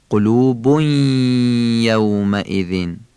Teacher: دوم اینکه تنوین قلوبون، تنوین روی ب، در حرف یه بعدش تلفظ میشه به صورت کشیده. این تنوین کشیده در حرف بعدش تلفظ میشه، به اصطلاح میگن ادغام میشه، قنه داره. هم باید در حرف بعد بخونیم، هم به خاطر قنه کشیده بخونیم.